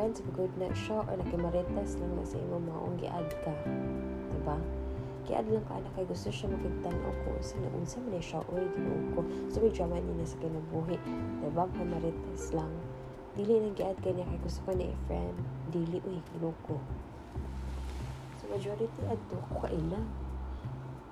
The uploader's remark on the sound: please excuse our aircon noise